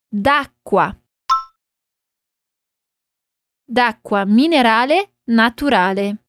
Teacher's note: Para ficar mais fácil, vamos reduzir essa pronúncia de acqua. Vamos juntar o som do D em aqua